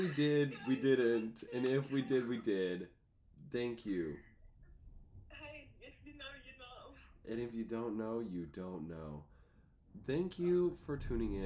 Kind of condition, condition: fault, poor sound quality